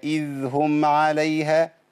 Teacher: امسك على الذال شويه لازم الذال يمشي فيها الصوت لانها رخوه